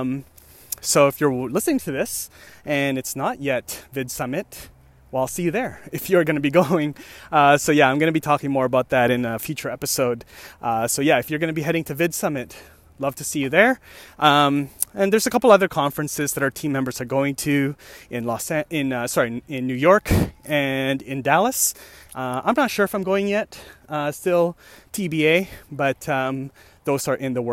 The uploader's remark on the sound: Another walking podcast.